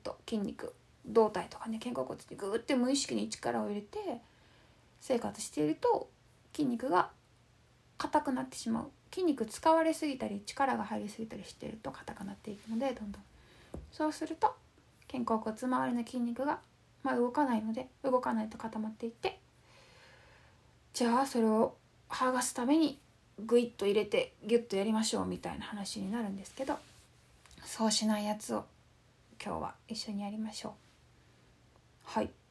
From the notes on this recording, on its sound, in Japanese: インスタライブの録音です。